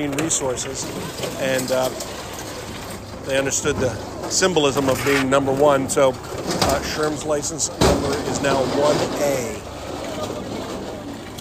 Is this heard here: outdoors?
yes